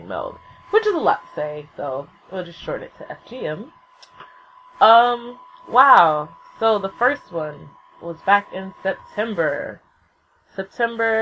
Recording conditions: poor sound quality